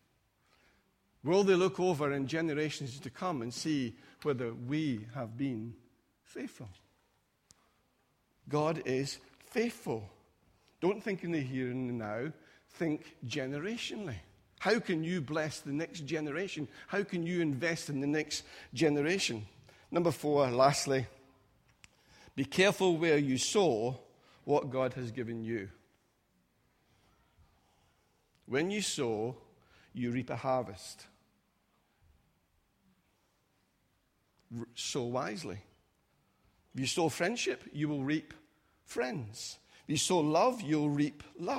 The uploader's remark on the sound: Recorded at freedomcentre church, Preston on Sunday 23rd July 2017